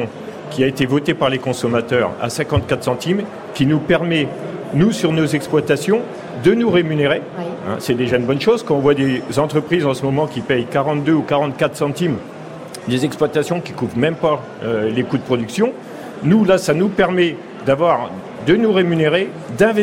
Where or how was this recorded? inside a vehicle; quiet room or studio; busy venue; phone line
busy venue